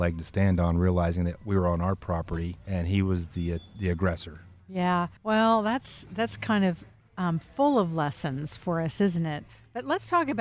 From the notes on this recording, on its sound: Recorded at Wheelers Western Outfitters